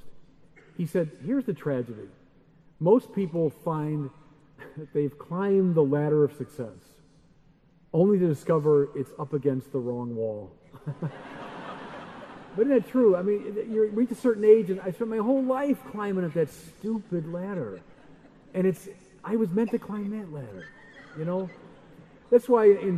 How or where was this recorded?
live audience